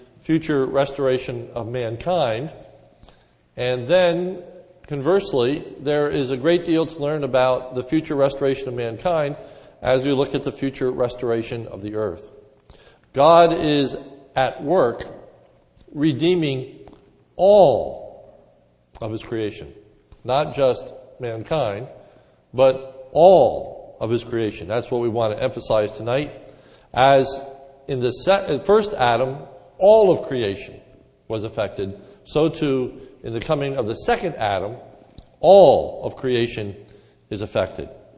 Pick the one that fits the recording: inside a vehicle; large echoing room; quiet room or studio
large echoing room